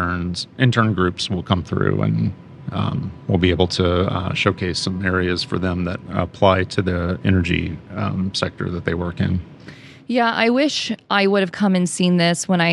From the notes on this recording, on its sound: at the Wiess Energy Hall located at the Houston Museum of Natural Science